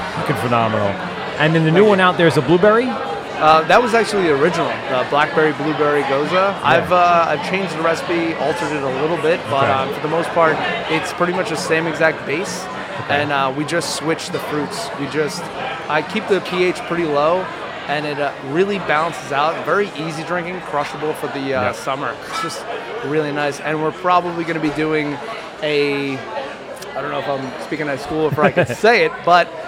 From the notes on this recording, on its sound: broadcasting live from Croxley's in Farmingdale for LI Craft Beer Week